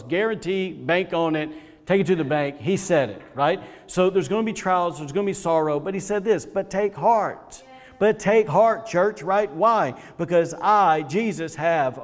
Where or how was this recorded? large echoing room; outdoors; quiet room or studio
large echoing room